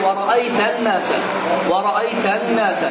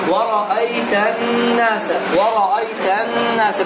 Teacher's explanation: Normal oxunuş, yəni səsi buruna verib iki hərəkə miqdarda. · Shown in: second take